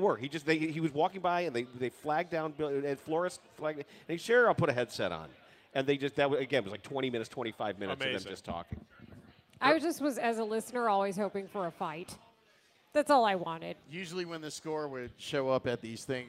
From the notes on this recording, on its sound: Live from Benchmark in Old Town for the Circa Big Game Watch Party.